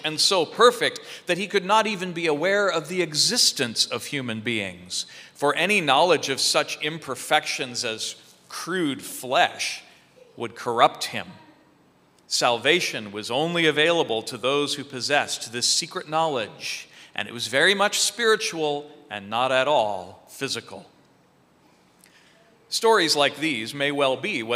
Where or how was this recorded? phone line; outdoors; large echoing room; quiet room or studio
large echoing room